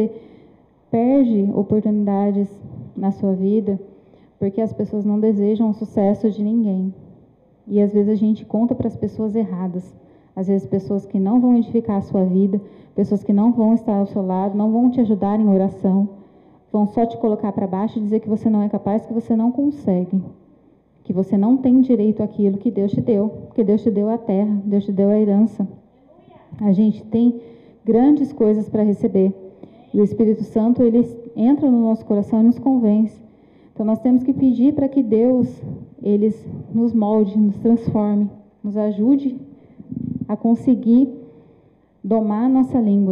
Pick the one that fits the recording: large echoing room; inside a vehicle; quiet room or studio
large echoing room